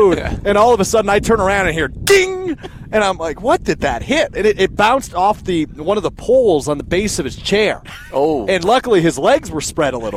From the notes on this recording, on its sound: They break that down live from the University Ridge Golf course as we cover the Am Fam Championship!